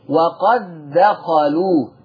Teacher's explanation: طيب ادغام واجب دي يعني الكل بما فيهم حفص، الكل بيضغم دال قد في الدال